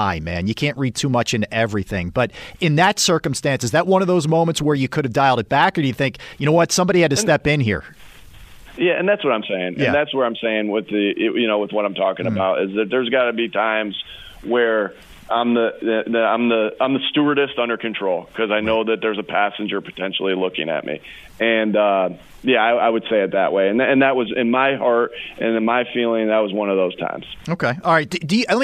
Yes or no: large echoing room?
no